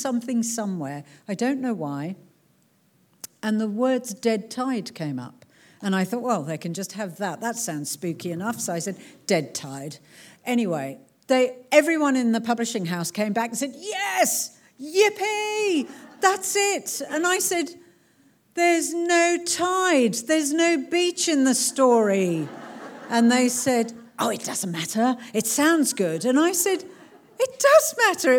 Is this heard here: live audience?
yes